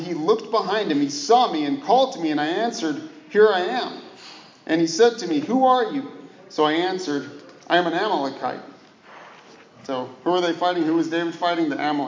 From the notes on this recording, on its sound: This Sermon was preached to the dear souls at the Brookdale Westland Meridian Senior Living facility. This Sermon was preached to the dear souls at the Brookdale Westland Meridian Senior Living facility.